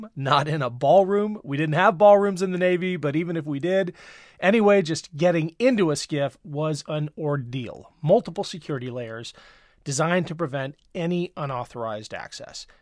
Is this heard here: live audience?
no